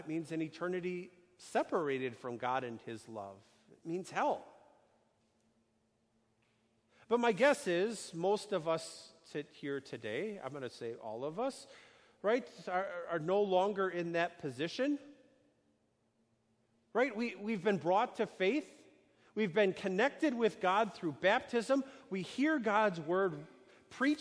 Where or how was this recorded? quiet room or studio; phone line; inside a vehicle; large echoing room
large echoing room